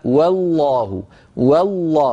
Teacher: بترقيق الواو وتفخيم اللام